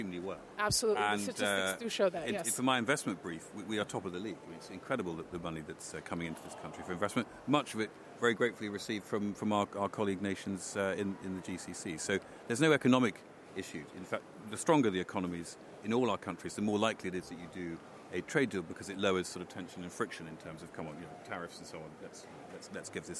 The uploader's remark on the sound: CMEC AT CONSERVATIVE PARTY CONFERENCE